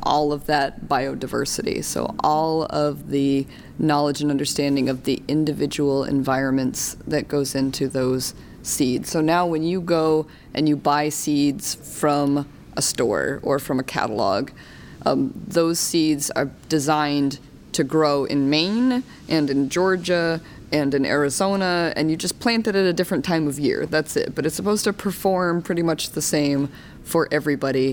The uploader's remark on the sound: In the quiet corner of an urban hotel. At the 2018 Native American and Indigenous Studies Association (NAISA) Annual Conference in Los Angeles.